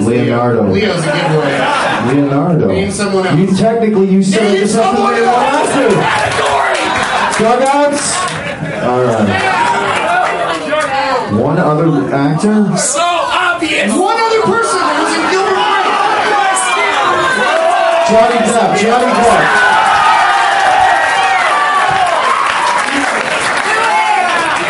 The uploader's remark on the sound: special edition podcast recorded live at The Del Close Marathon 2010 at UCB-NY